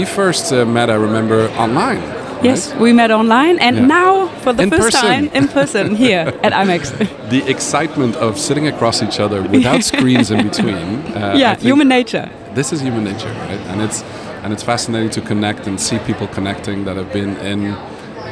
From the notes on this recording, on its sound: Live PODcast recording with special guests onsite at #IMEX23 - Live from IMEX Frankfurt. This onsite series features spontaneous conversations with #IMEX23 visitors, speakers, Event Design Enthusiasts and Certified Event Designers (CED'ers).